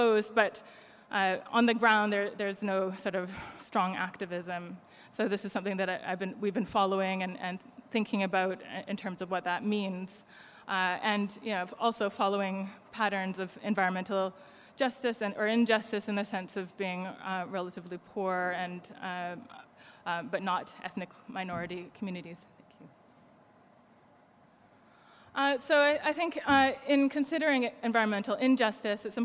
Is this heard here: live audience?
yes